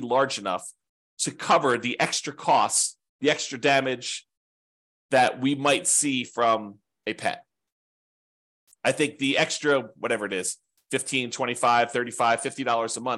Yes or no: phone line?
no